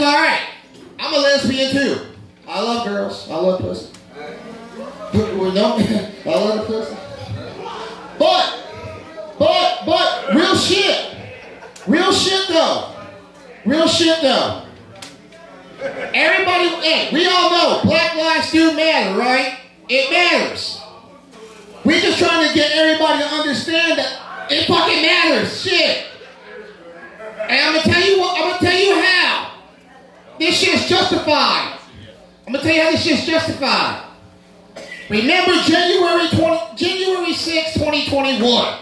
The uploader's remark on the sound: Live From Most Hated:Unfinished Business Night 2 5/16/21.